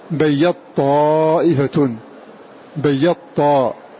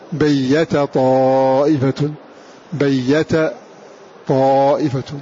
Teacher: أدغم هذه التاء في الطاء · Shown in: first take · Term: إدغام